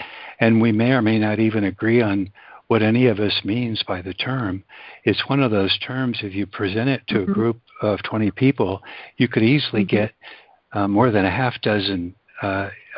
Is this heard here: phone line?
yes